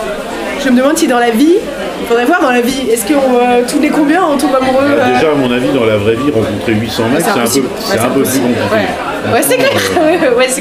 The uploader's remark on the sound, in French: au bar le Progès